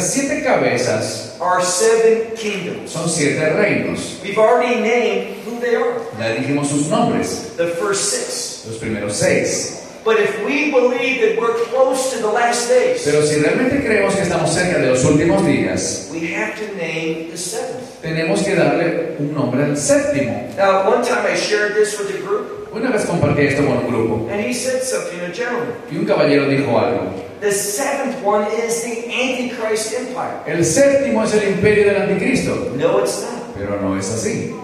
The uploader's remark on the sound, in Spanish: Pedimos disculpas por la calidad de sonido de esta conferencia en VIVO, lo cual fue una cuestión ajena a nuestro Ministerio.